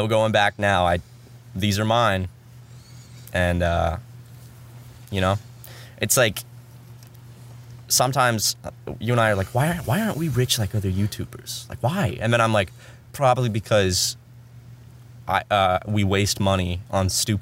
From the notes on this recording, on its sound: Podcast In A Van. We did this one in the van.